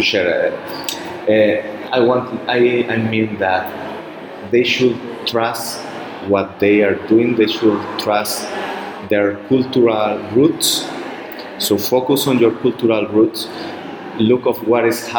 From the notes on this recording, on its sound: On location in Spain. On location for the EFRJ Conference, June 22, 2023 in Pamplona, Spain.